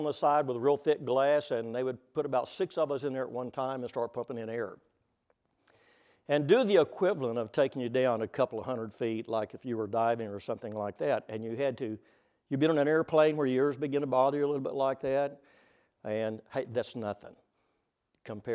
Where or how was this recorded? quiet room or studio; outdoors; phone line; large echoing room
large echoing room